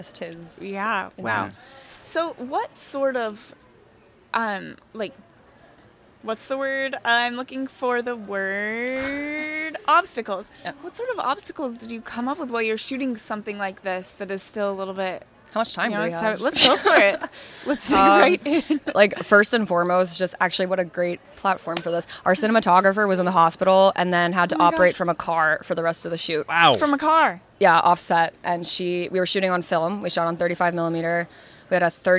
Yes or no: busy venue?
yes